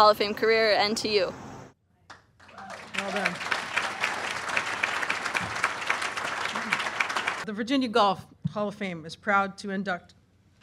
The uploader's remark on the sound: This week we have audio from this fall’s Virginia Golf Hall of Fame induction ceremony.